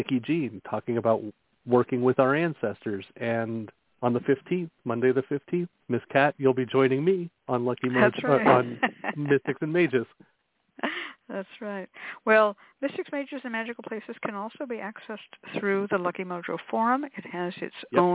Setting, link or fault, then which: link, phone line